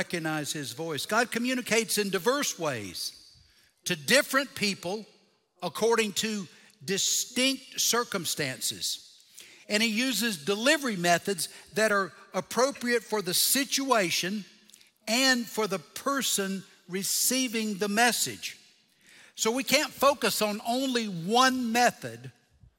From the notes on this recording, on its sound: Recorded Live at Brookwood Church.